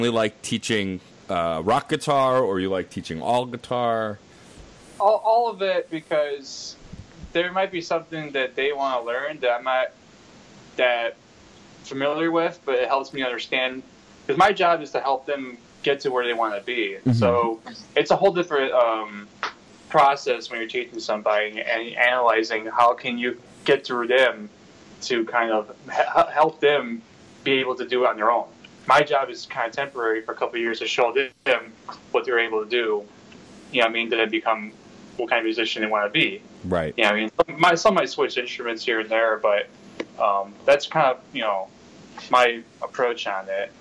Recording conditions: video call